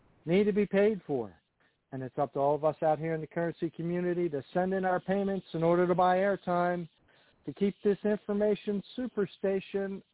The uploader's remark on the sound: TNTSuperfantastic Conference Call